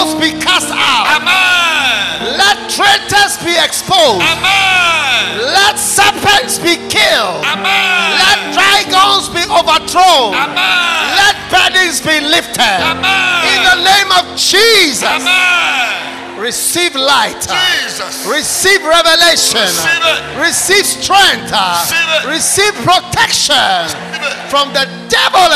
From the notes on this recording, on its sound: Preached at the Identifying Dangerous Enemies Conference, Kenya